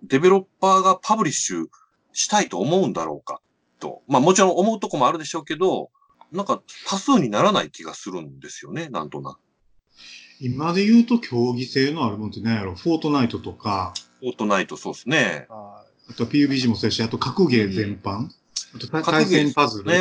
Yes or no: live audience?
no